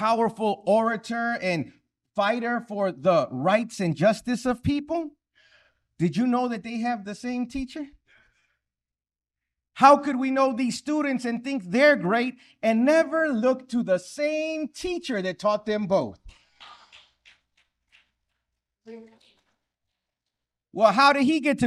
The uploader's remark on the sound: to a packed crowd in Phoenix, Arizona at Muhammad Mosque